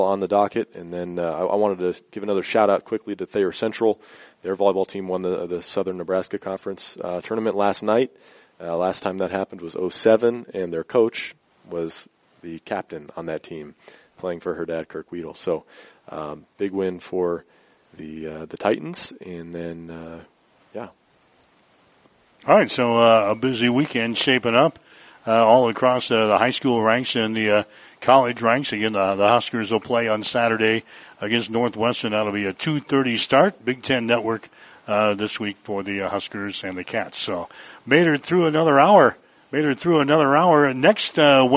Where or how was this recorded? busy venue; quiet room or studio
busy venue